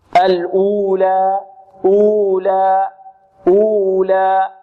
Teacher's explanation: هنا الألف تمد بمقدار كم؟ مقدار حركتين